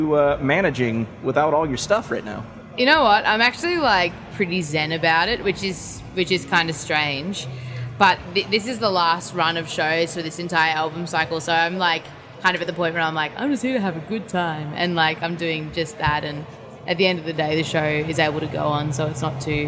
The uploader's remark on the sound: backstage at Lollapalooza